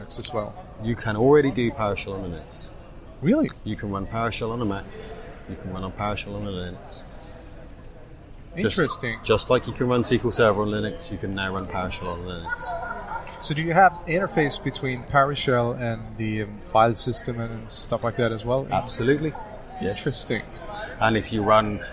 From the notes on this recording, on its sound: The third special episode was recorded at PASS Summit in Seattle and is comprised of two interviews.